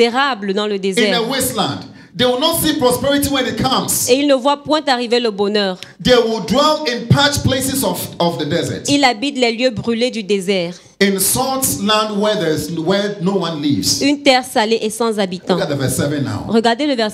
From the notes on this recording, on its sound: Preached during Joyful Hour Sunday Service